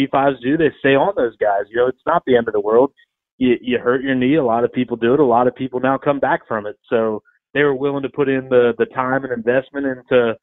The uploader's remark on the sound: joined over the phone